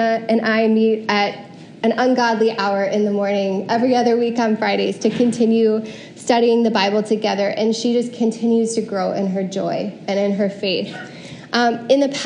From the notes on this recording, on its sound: Preached at CityChurch in downtown Iowa City on January 30, 2022.